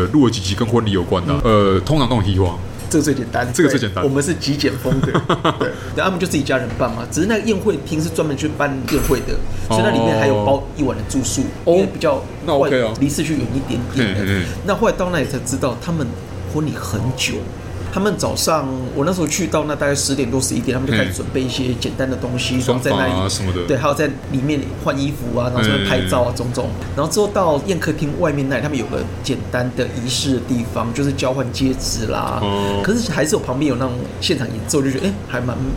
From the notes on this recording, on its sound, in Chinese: 本集白噪音指數：蚊風級 1/5。錄音地點： BUZZ Cafe & Beer。